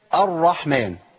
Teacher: الهمز حرف مرقق والراء مشددة بفتح يعني تفخم